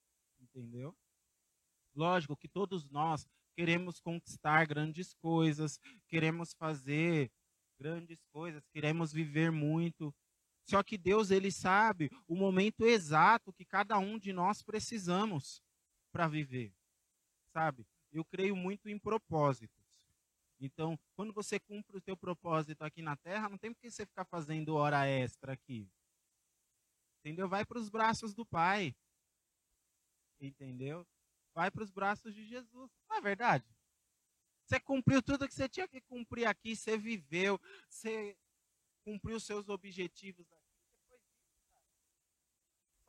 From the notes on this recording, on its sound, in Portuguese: Na Praça do Campo Limpo, em São Paulo.